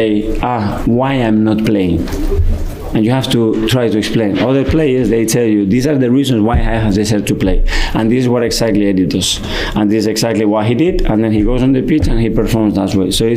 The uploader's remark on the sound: Post Match press conference after beating Forest 2-1 at the Emirates.